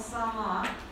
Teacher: гласное О уже звучит как звук типа А · Term: нейтрализацией фонем